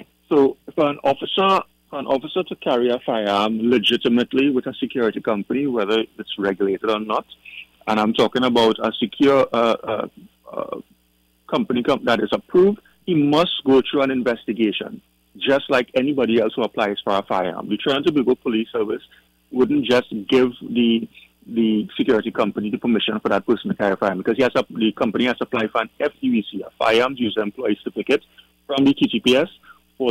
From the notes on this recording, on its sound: During this hour we take calls from our audience